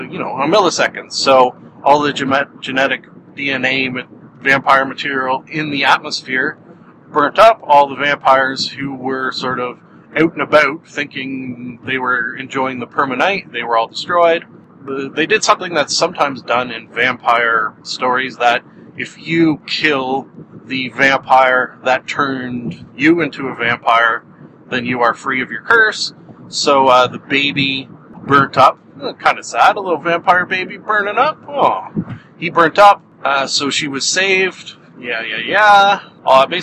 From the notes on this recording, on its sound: I drive to work and record a podcast